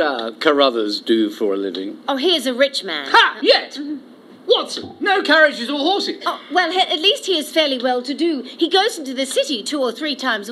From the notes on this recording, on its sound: Recorded in front of a live studio audience.